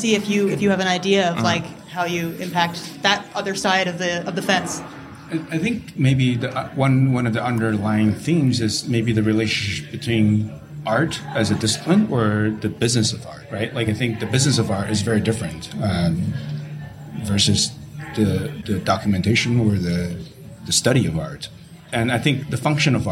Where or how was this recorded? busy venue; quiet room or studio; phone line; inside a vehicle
busy venue